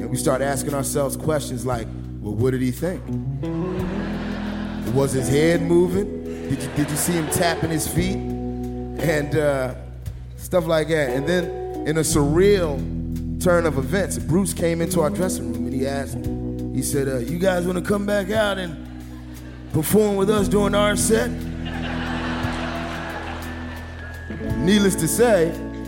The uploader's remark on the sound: at the Brooklyn Academy of Music for Snap Judgment LIVE